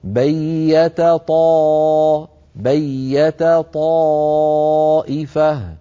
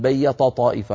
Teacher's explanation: لكن التاء مرققة والطاء مفخمة · Shown in: first take · فعلى القارئ أن يبين ويخلص ترقيق التاء من تفخيم الطاء، هكذا بيت طاء بيت طائفة، ولا يقول مثلا بيت طائفة يخرجهما كأنهما طائين، هذا لابد أن نحذر منه.